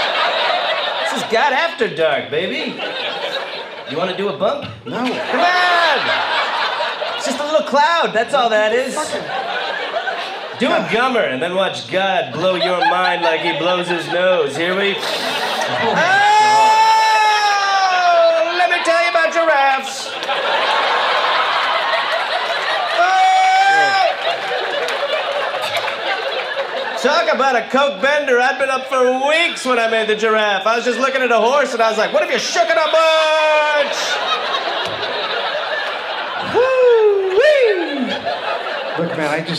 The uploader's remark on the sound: Recorded live at Wiseguys in Salt Lake City.